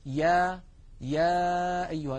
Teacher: الياء أيضا من وسط اللسان، وأن المخرج غير منقفل، وأن أقصى اللسان قد انسفل وانخفض إلى أسفل منطقة أقصى اللسان. · Term: حرف الياء